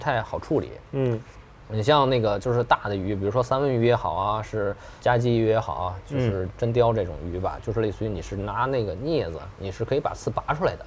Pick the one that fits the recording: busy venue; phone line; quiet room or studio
busy venue